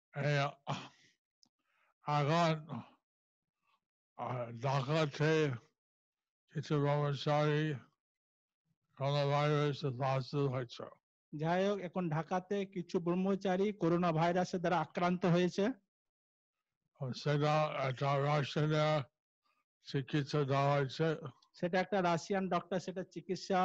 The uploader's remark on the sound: Zoom Session